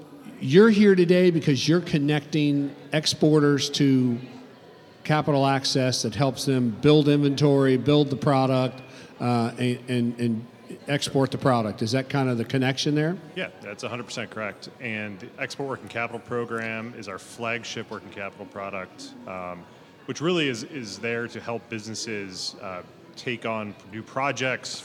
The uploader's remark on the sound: Broadcasting live from the Florida Association of Government Guaranteed Lenders Conference. Recorded live at this year’s FLAGGL Small Business Lender’s Conference hosted at The JW Marriott Orlando, Grande Lakes.